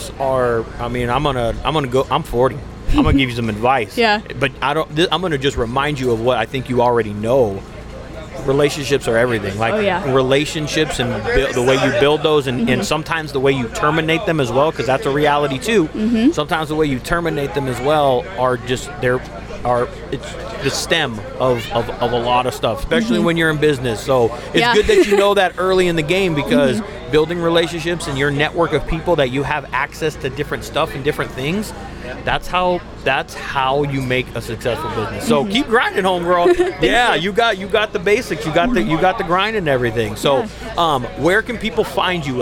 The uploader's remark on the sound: Live from Endless Summer at Ventura Harley Davidson. Unfortunately the rain decided to make an appearance this year and cut the show short.